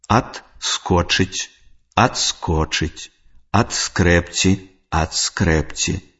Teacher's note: У спалучэнні звонкага зычнага «д» і свісцячага «с» перад глухім зычным «к» звонкі «д» аглушаецца і вымаўляецца як «т» або афрыката «ц»